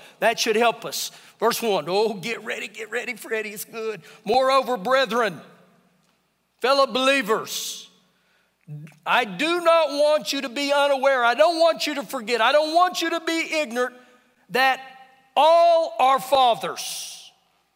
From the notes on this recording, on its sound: Recorded live during our Sunday morning service